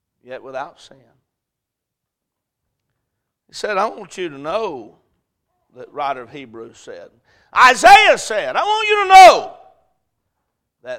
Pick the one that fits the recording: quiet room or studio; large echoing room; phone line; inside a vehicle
large echoing room